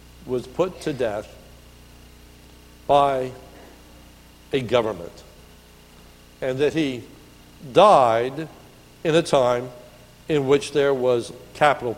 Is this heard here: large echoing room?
yes